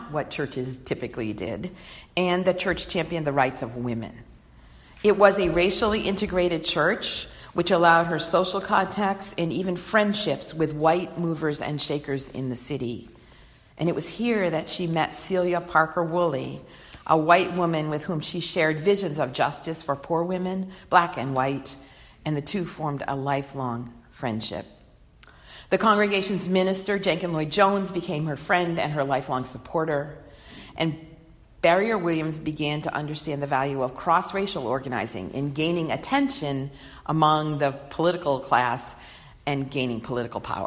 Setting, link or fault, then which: setting, large echoing room